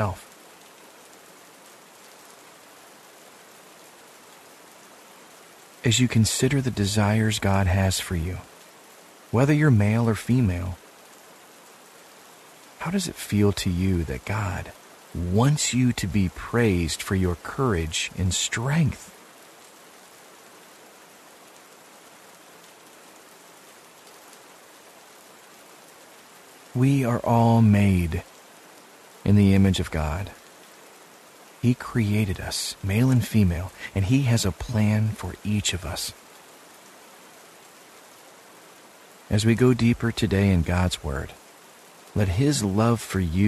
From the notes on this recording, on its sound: Relax to the sounds of rainfall.